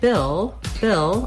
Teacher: Bill, we have the vowel I, which is a lax high front vowel